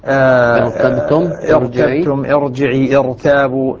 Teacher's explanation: حالة تفخيمها إذا سبقت بكسر عارض موصول بها وهو همزة الوصل